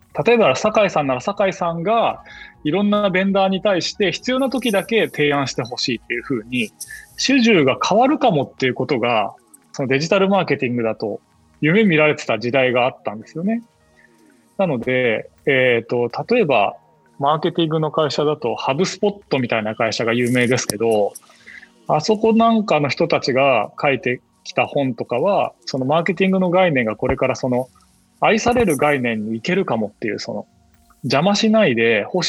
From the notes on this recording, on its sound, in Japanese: 収録はzoomを活用して遠隔で行いました。音声が聞きづらい部分がある点、ご了承ください。